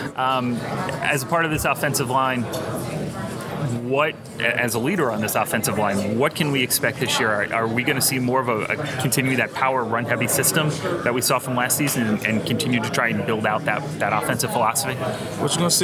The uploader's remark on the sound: Recorded live at AAC Media Days.